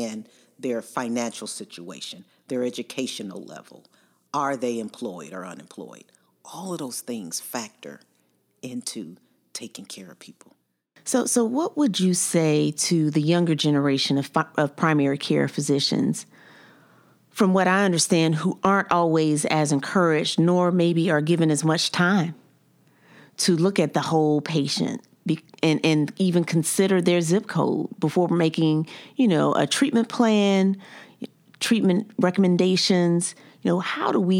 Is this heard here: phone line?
no